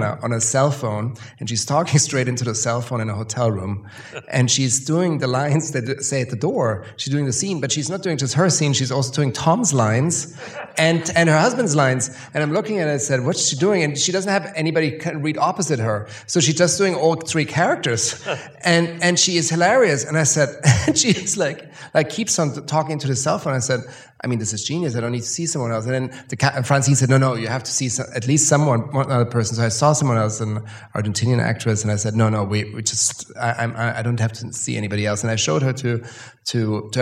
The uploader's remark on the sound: in a Q&A at the DGA theater in Los Angeles